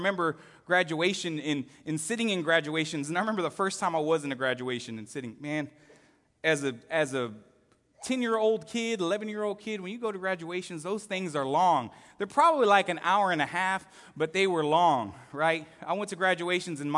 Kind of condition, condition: setting, live audience